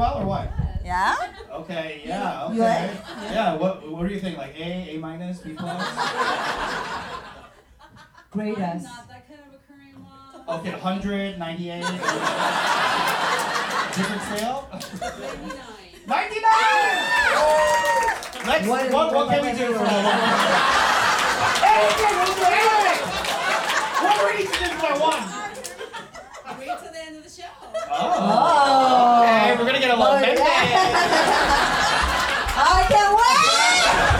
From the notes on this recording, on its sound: It's the first ever LIVE Ajumma Show taped in front of a sold out audience at the Steppenwolf Theater in Chicago.